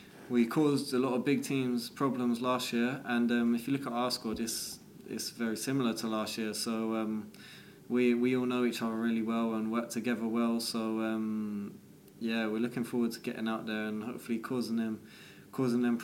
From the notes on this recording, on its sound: takes part in press conference